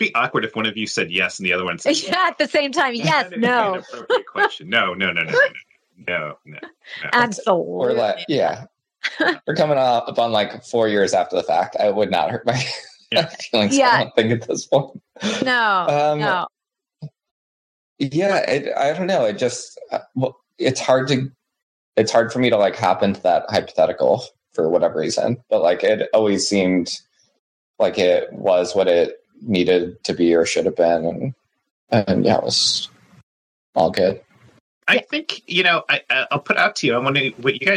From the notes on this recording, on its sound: a Zoom episode